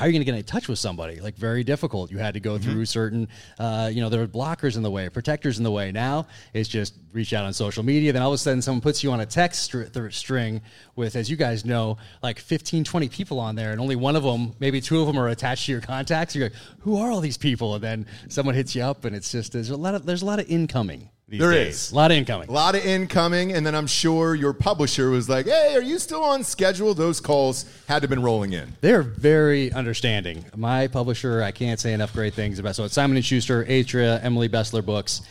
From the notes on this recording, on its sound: Joins the show live from his book signing at Barnes & Noble in Austin, TX.